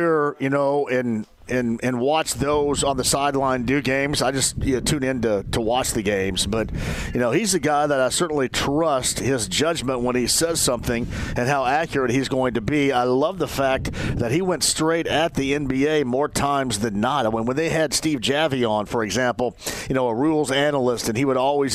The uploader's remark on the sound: Live From Grand Park